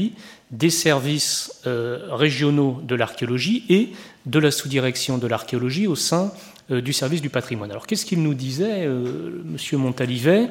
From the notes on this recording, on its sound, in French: Enregistrée le 14 octobre 2013 dans le cadre du colloque « L’archéologie en France et à l’étranger : acteurs et enjeux.